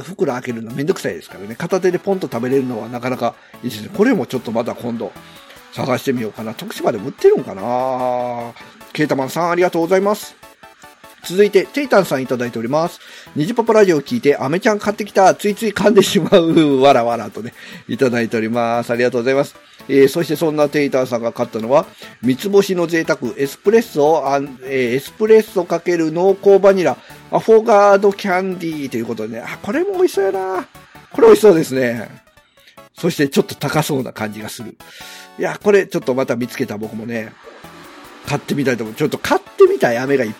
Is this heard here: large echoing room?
no